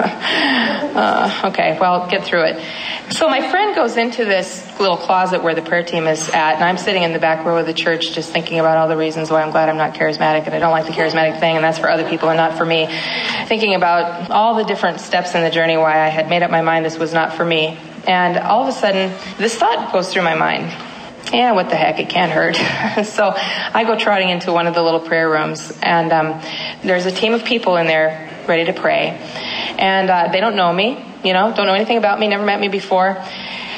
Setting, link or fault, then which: setting, live audience